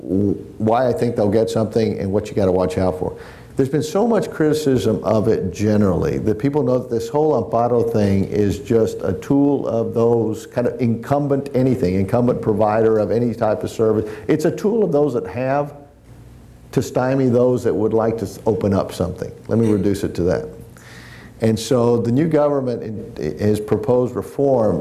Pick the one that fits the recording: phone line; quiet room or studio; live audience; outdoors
live audience